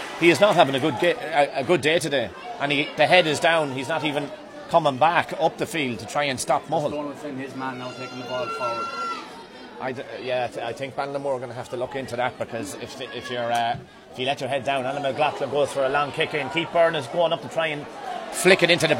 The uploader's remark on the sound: Live Commentary of the Leitrim GAA Senior Football Championship Final 2021. In Avant Money Pairc Sean MacDiarmada, Carrick on Shannon.